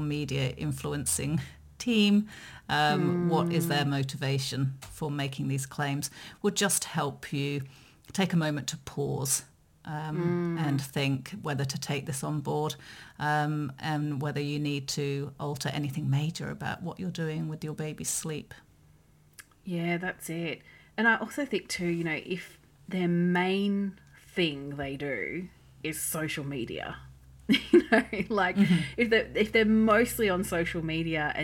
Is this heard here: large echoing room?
no